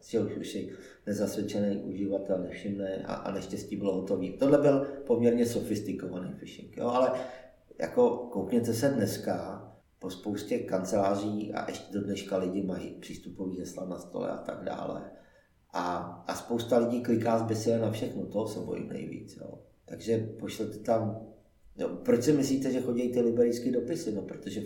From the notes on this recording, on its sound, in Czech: Omlouváme se za kvalitu zvuku, za naším hostem jsme cestovali, a tudíž nebylo využito kybez studio.